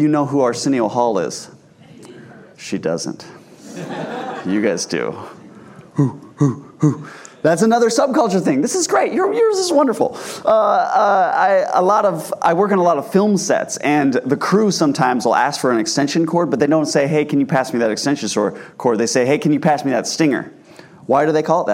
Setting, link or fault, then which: setting, large echoing room